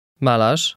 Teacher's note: at the end of the word, the letter combination RZ is the same as the Polish SZ